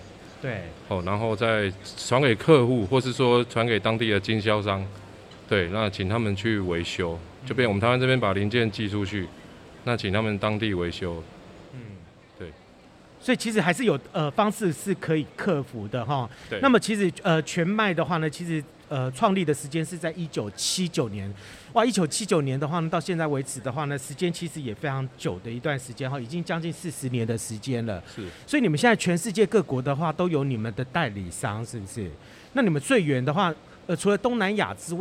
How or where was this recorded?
busy venue